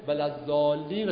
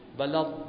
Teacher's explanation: این لام باید مشدد بشه · Shown in: second take · Term: تشدید لام